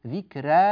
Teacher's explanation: الراء مرققة مش مفخمة ومفتوحة